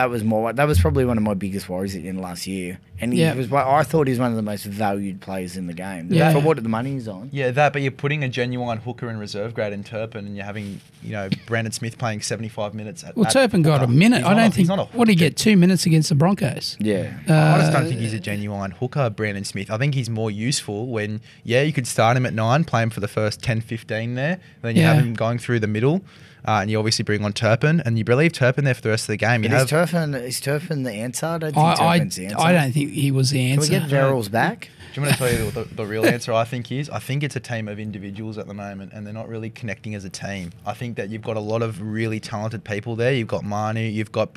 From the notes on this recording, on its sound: This podcast was recorded at The Village Inn, Paddington.